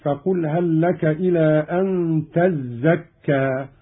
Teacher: ومن سورة النازعات قوله تعالى: فقل هل لك إلى أن تزكى، قرأ قالون بتشديد الزاي: فقل هل لك إلى أن تزكى، وأصلها تتزكى، أدغمت التاء في الزاي